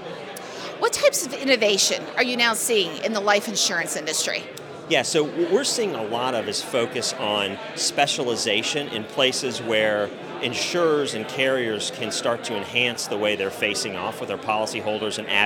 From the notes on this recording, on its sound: Spoke with AM Best TV at the InsurTech NY Spring Conference in New York City.